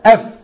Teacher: طرف الثنايا العليا مع بطن الشفة السفلى مخرج الفاء